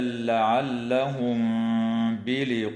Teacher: وتخفى الميم الساكنة عند الباء مع الغنة في قوله تعالى لعلهم بلقاء، وتمد الألف من كلمة بلقاء من قبيل المد المتصل وقدره